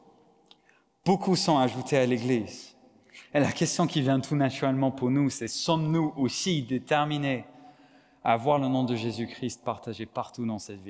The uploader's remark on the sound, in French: Enregistré à l'église CVV, le 18/09/2022